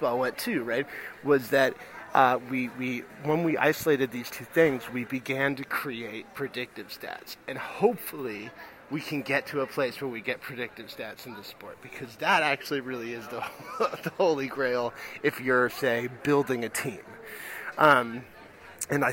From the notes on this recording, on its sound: Recording from a pub at JFK airport (of course).